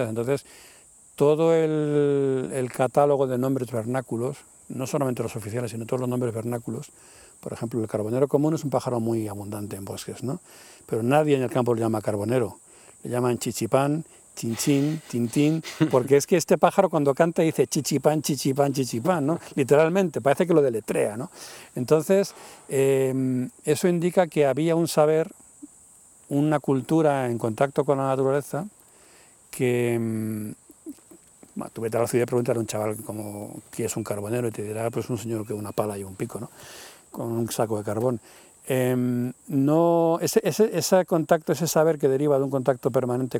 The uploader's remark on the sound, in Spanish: Lo grabamos en un bosque de la Sierra de Guadarrama una tarde de verano.